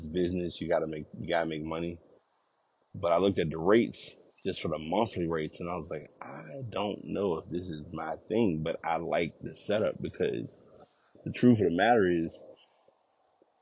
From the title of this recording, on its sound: Walk recording